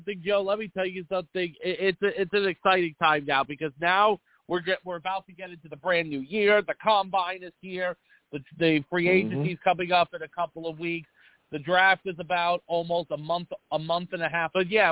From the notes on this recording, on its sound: Live at 7pm eastern. I take live callers!